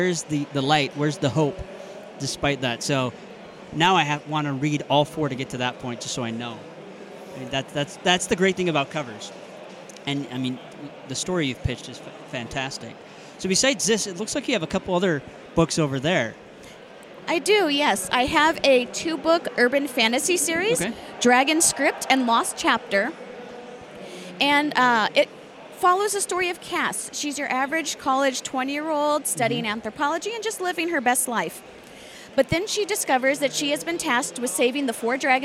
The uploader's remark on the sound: Live from DragonSteel 2023. Author Interviews LiveFrom DragonSteel 2023.